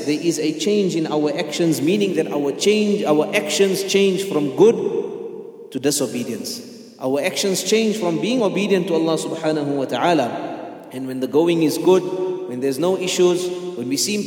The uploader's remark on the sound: at the Houghton Masjid (West Street)